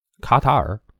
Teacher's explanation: 卡塔尔就是两个二声，一个三声